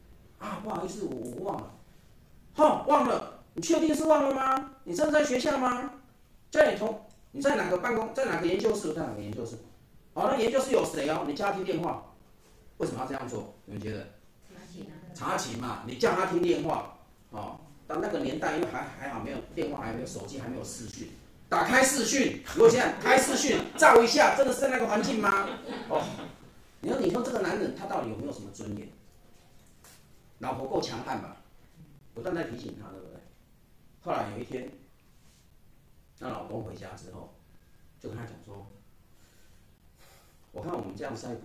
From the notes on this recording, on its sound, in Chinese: 台南EQ協會。這集的聲音比較小聲，音質比較不好。